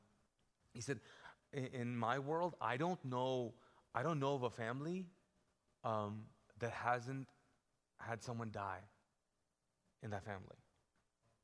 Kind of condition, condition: setting, large echoing room